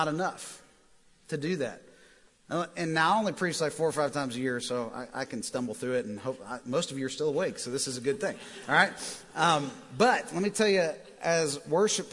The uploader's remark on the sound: Recorded live at The Fellowship at Mt Juliet on February 17, 2019.